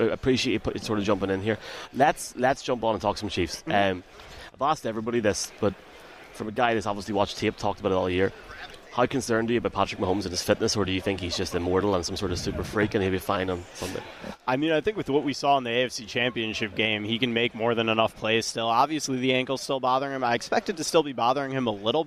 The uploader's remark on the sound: Joined on radio row. Ahead of the Super Bowl this Sunday.